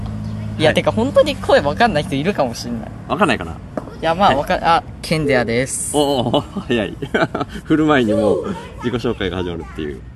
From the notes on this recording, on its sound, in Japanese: 関西からの帰りに広島で。公園でダベるの図。